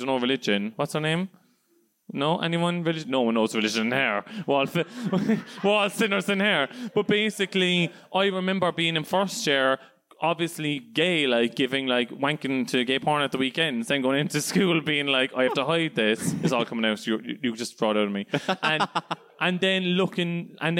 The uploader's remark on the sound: In my second live show. In front of a lively crowd of predrinkers.